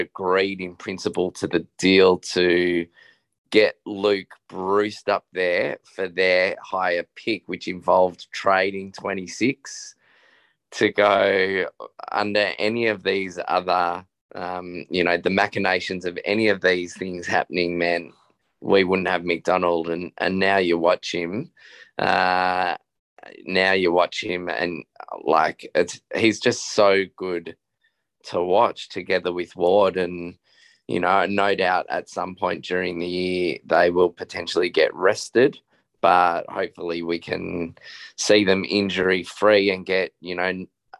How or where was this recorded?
video call